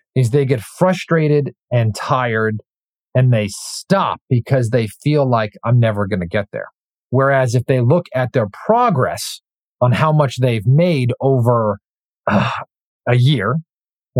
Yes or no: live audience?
no